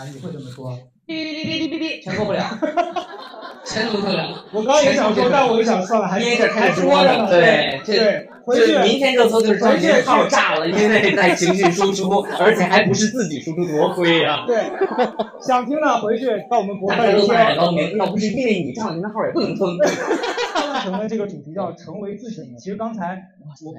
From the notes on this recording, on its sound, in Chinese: 我们在线下举办的一次读书分享会。由于现场收声，所以音频的音质有些受损。